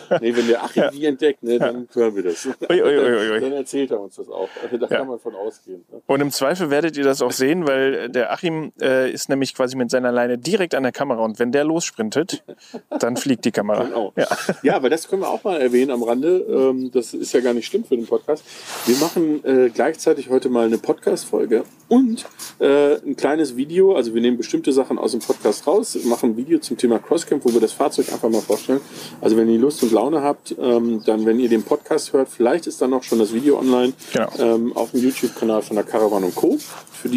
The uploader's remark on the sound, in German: Vogelgezwitscher und Kaninchen, die im Hintergrund über die Wiese hoppeln. An der Mosel sitzen, haben sie diese Folge des Campingpodcasts „Vans & Friends“ aufgenommen.